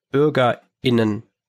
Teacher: Und das, was das hast du eben schon gesagt, das Gender Gap, dieses Innen, das ist ja ein Pharyngallaut, der hinten im Rachen gebildet wird, den wir eigentlich nicht bewusst in unserer Sprache haben, aber den wir immer wieder verwenden.